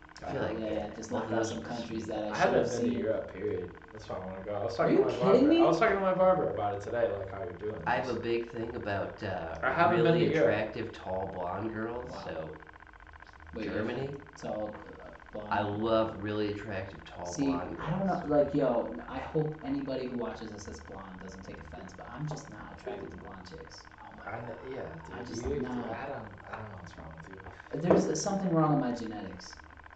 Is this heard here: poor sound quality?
yes